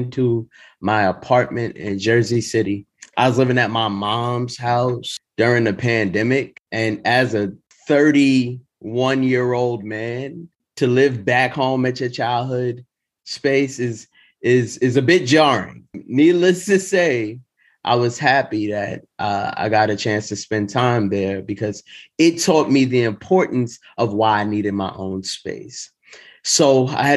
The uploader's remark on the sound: Two bold stories from Grit's Mental Health Happyish Hour (virtual) open mic